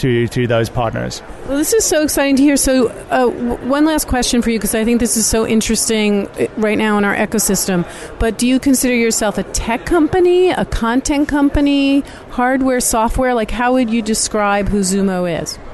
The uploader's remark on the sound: Live From Vidcon 2016!!!